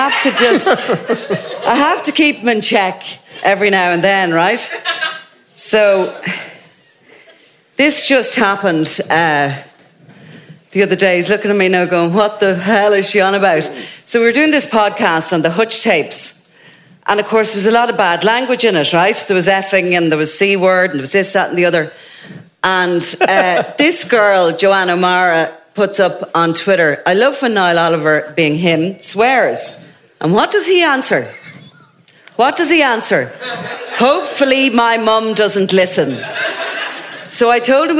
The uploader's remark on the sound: Crime World Live. Before a live audience.